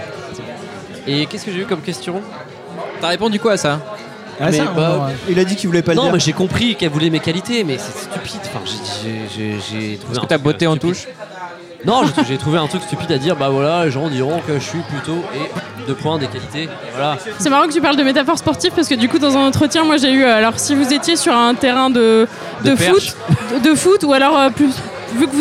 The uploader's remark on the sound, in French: épisode enregistré à l’Adada bar (Paris 14e)